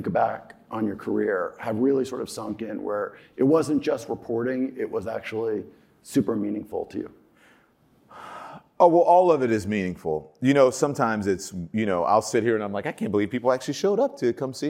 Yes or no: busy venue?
yes